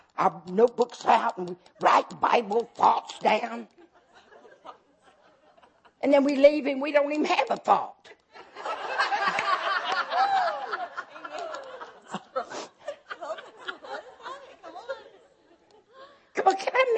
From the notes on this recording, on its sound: In this second session of our 2010 FOCUS Women's Conference